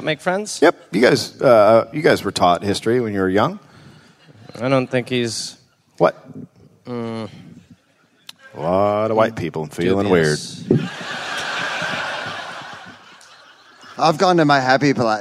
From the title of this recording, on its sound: Live in Melbourne